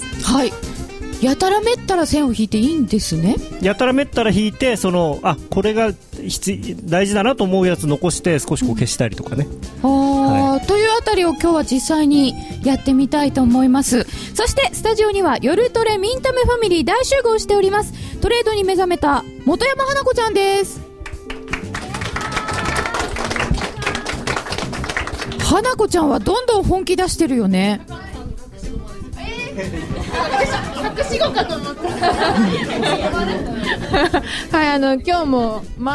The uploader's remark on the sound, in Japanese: 祝日の午後、ラジオＮＩＫＫＥＩスタジオにリスナーをお招きしての公開録音。